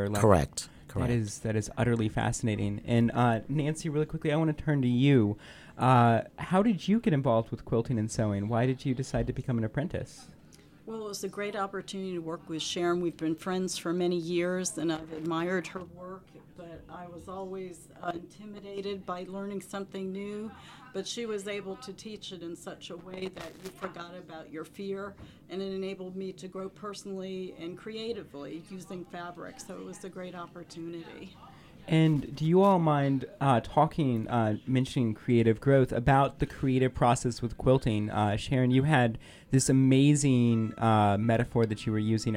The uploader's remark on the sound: Recorded at the Virginia Folklife Apprenticeship Showcase